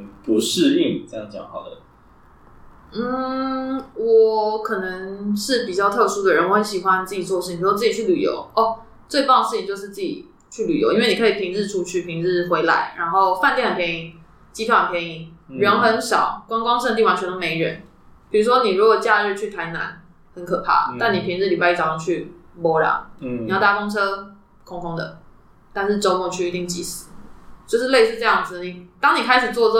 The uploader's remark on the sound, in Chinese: 這集錄音的品質又很糟了